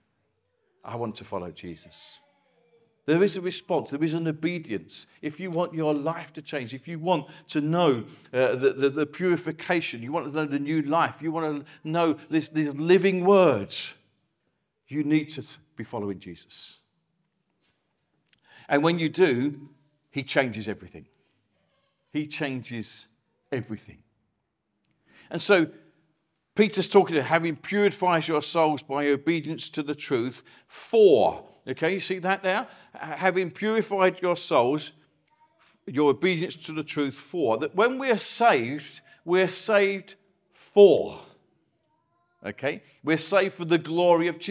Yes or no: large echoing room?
yes